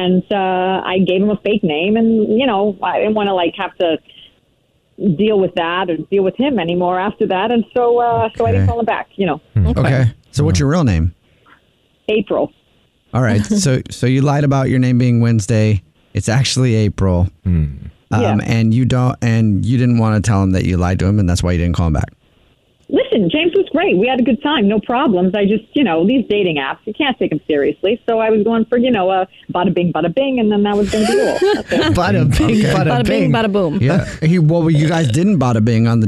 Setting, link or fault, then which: link, phone line